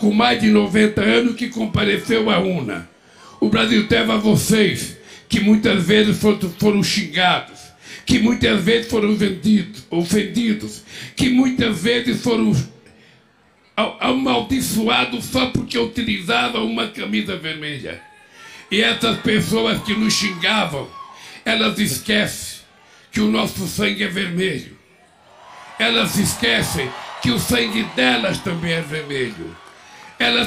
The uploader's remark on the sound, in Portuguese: fala ao público do Festival do Futuro (Brasilia, 01-01-23)